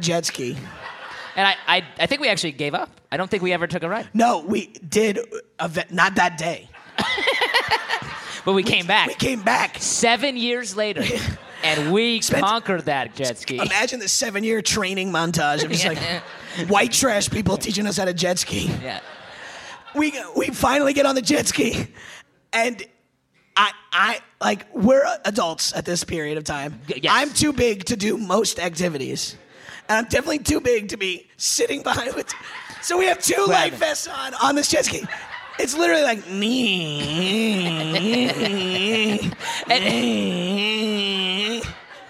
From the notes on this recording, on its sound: live at the Rub Club in Philadelphia